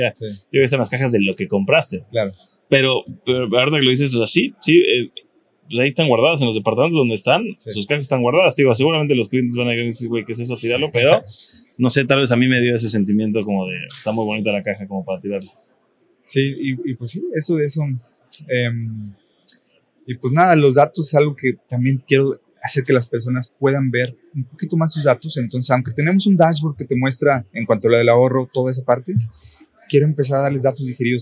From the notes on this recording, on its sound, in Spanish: grabado durante la Expo Renta Vacacional en Cancún